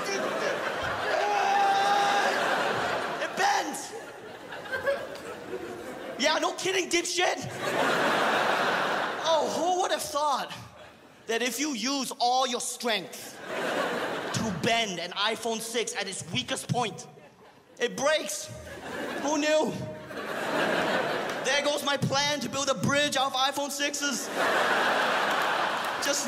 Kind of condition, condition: setting, live audience